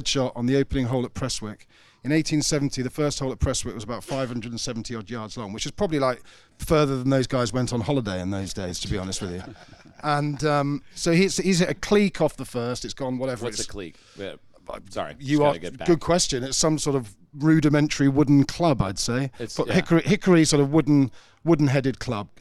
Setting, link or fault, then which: setting, busy venue